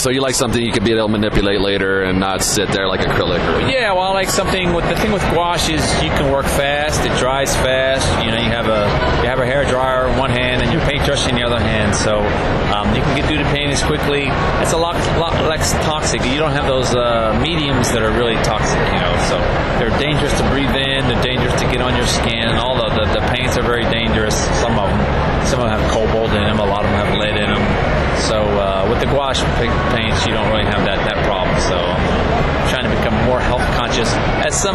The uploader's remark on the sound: at last weekend’s Wizard World Reno Comic Con